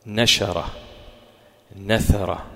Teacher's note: النون بتطلع، صوت أغن ومجهور